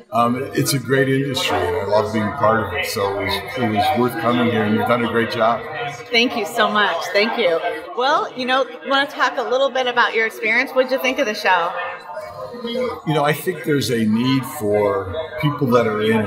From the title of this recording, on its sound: Live From EsportsNext